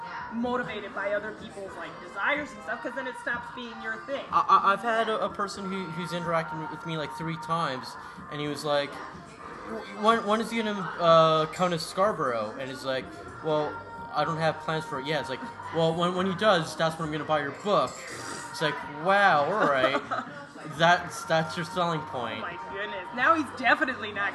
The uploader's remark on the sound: Recorded at the Northern Belle bar (pardon the background noise,).